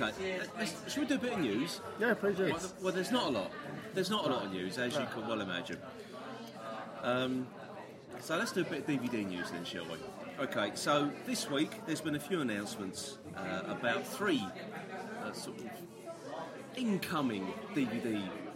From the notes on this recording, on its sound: The news section which was recorded in the pub.